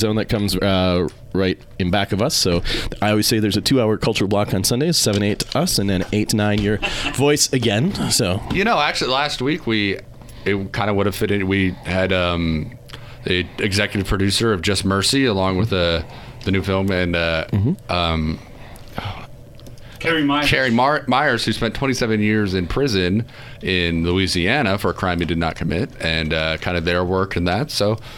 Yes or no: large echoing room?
no